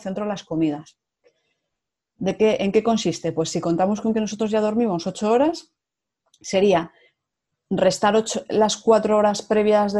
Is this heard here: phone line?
no